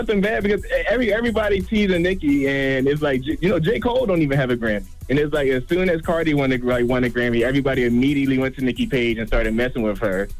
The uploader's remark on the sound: We opened up the phone lines to see if our listeners thought if there was any acceptable time to wear blackface.